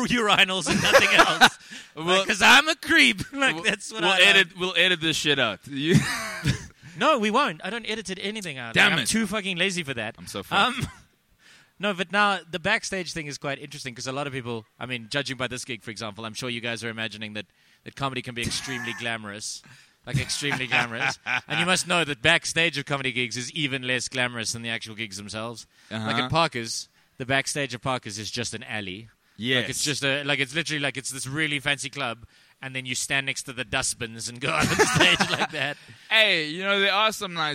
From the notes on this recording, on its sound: takes to the stage at the Icon Comics and Games Convention, in front of about 15 people